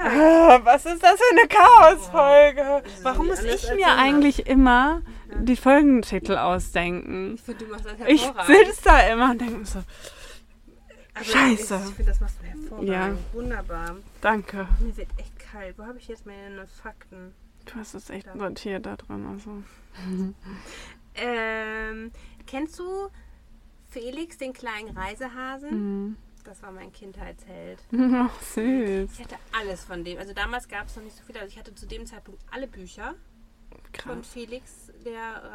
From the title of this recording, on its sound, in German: Unausgewogener Sound live aus Wilma